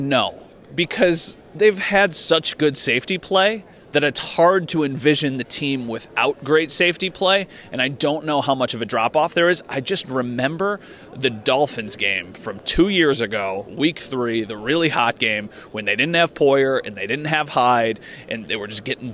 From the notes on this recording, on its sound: live again from the combine